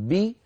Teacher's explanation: قال إمامنا الجزري والوسط فجيم الشين ياء، جيم الشين ياء، فالياء من وسط اللسان والياء أم الكسرة. لذلك لما نقول بي يرتفع وسط اللسان وظاهرا بي نجد بأن الفك السفلي نزل قليلا · Term: حرفا مكسورا